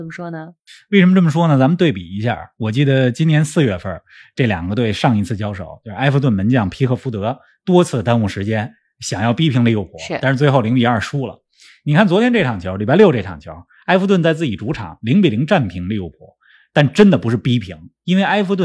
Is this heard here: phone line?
no